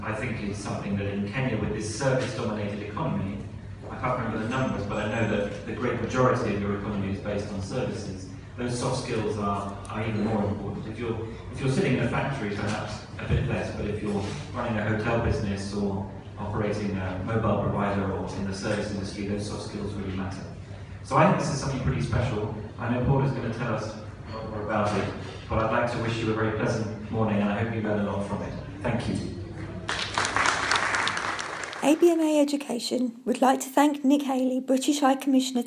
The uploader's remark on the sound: at the launch of the ABMA Education Learning Environment in Nairobi, Kenya